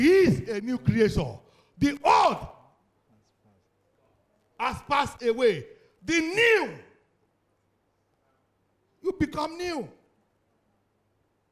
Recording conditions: live audience